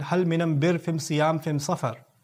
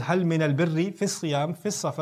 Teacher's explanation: The lam was replaced with meme. · Shown in: first take